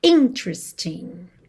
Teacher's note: atenção à sílaba tônica dessa palavra, que é a primeira